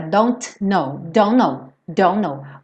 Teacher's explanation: eu como T e ligo os dois N's